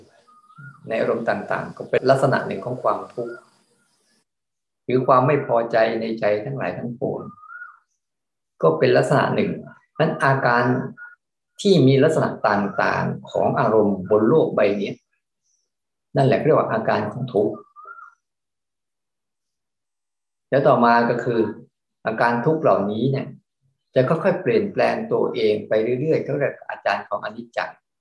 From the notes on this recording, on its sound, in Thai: เป็น 1 ใน 3 คอร์สออนไลน์ (ผ่านโปรแกรม Zoom).